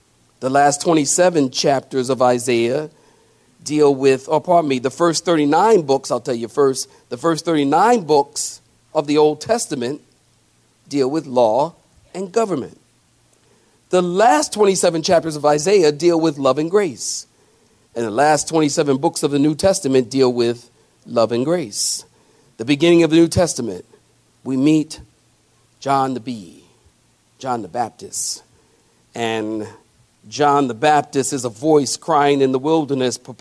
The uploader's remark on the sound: sermon preached at Calvary Chapel Cary.